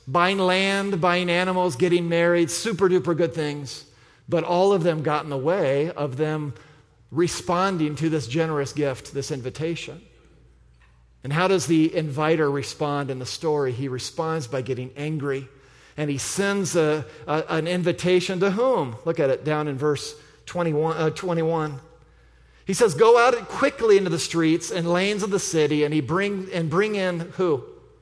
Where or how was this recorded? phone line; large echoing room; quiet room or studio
large echoing room